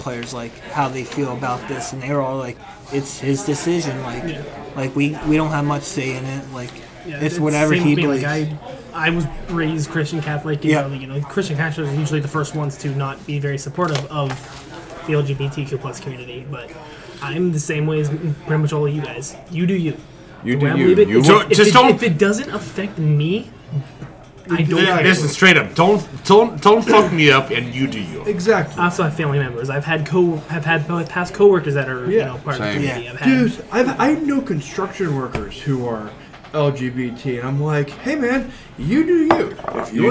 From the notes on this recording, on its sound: Live from Eduardo's! Live for the very first time out of studio, in public!